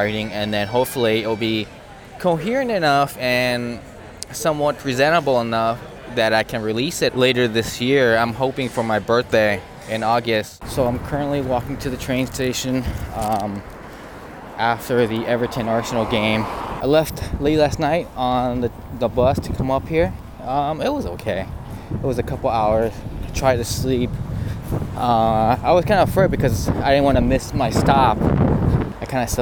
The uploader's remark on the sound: I recorded this on my iPhone and edited it all on my iPad using an app called Ferrite so there’s some background noise as I was walking around the city.